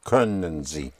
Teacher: Spelled K-O with umlaut, meaning you have two dots over the O, which gives you the sound of an Ö, Ö, for you have to point your lips a little to können, können Sie, can you.